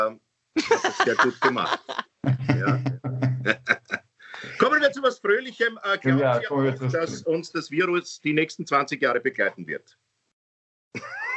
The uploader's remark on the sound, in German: Aufzeichnung einer ZOOM Session